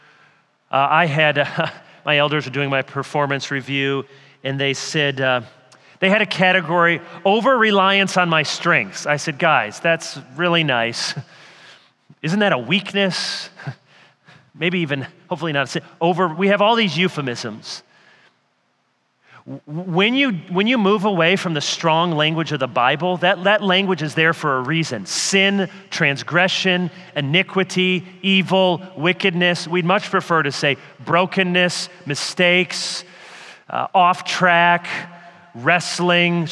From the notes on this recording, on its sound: The Gathered and Scattered Podcast features keynote and breakout sessions from our annual conference at Redeemer Presbyterian Church in Detroit, MI.